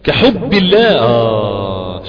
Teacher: الباء فيها شدة وفيها جهر